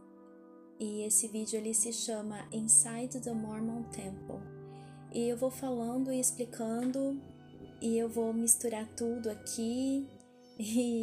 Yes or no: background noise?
yes